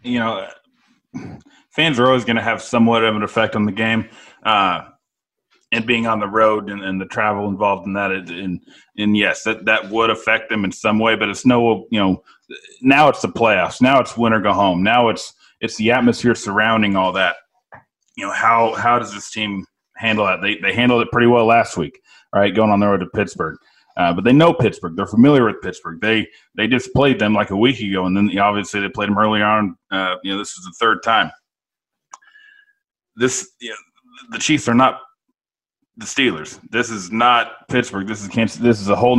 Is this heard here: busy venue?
no